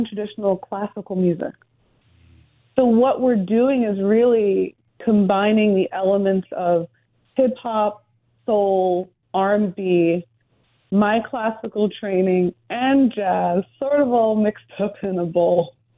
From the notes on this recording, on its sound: Calls into Jazz88. Hopped on the phone.